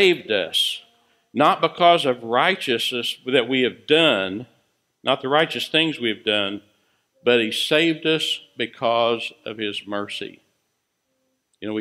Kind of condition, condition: setting, large echoing room